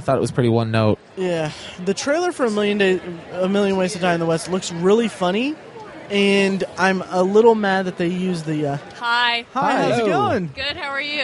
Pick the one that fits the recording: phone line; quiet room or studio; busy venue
busy venue